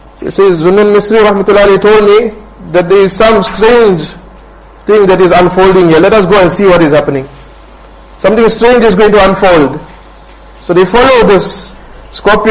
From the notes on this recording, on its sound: Jumuah lecture at Rockford Musalla